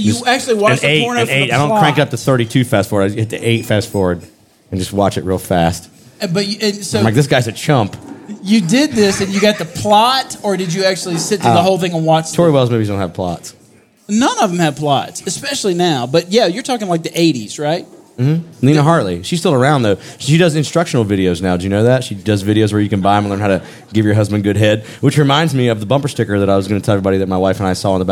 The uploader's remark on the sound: Live from Uncle Pearle’s Tavern in front of a real live audience, down in the basement of the Buford Variety Theater, in Buford, Georgia.